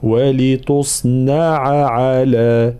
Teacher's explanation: بيان العين الأولى ثم العين الثانية، معناها فصل الحروف